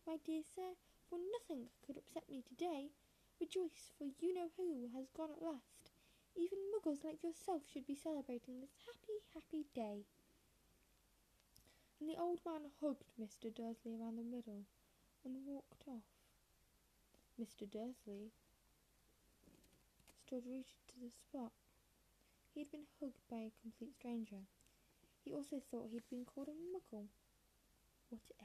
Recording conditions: background noise